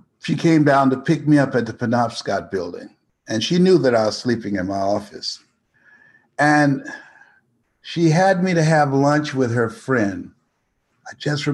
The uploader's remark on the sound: joined me on a webinar